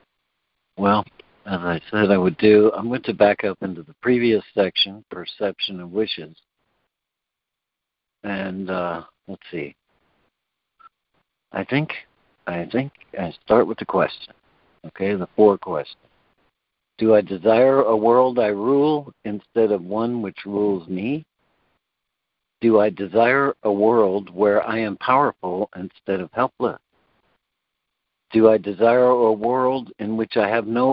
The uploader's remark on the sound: ACIM Daily Conference Call.